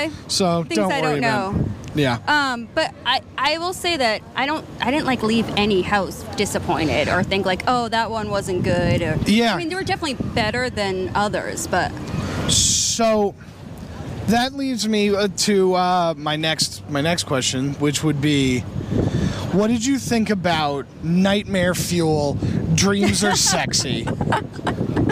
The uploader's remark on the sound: recording live from Halloween Horror Nights at Universal Studios, Orlando Florida!